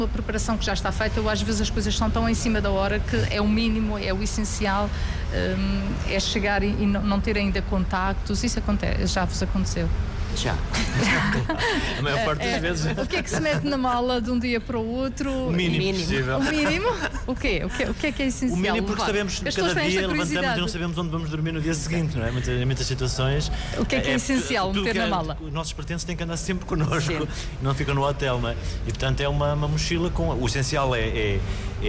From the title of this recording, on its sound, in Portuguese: Entrevista em direto do Festival Literário da Madeira